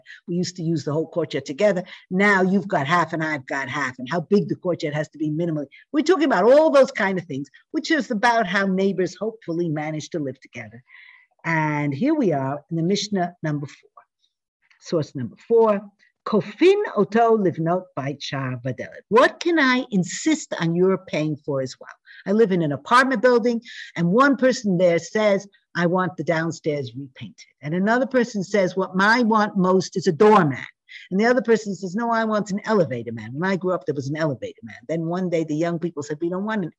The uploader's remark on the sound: This audio was originally captured from Zoom 11/17/2021 as part of Drisha's Fall Zman.